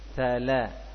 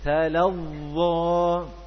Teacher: lam karena memiliki sifat istifal jadi dibaca dengan tipis